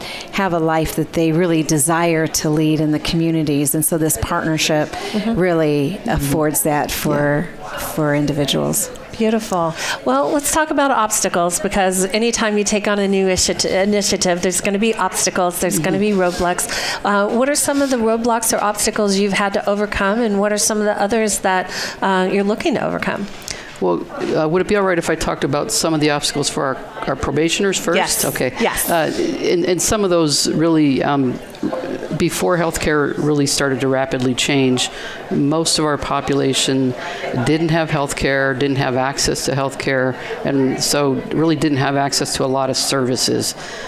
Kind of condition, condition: setting, busy venue